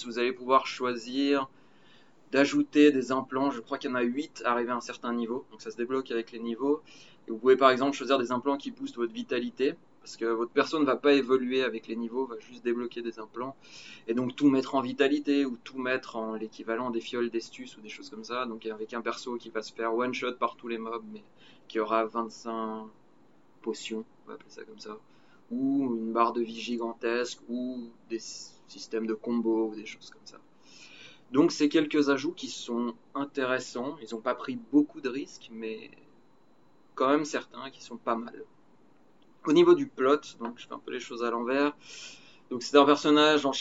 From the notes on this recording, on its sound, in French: Meilleure organisation n'implique pas meilleure qualité d'enregistrement cependant, on a fait de notre mieux.